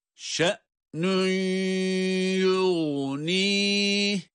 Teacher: Hemze'yi harekesiyle okuduk, ses kesiliyor.